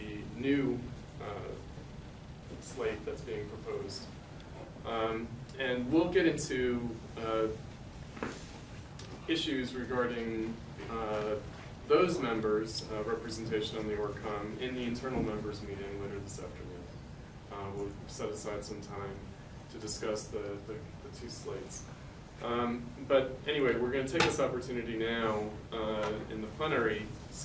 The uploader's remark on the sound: delivered on April 7th, 2012 as part of the 2013 Platypus Affiliated International Convention held at the School of the Art Institute of Chicago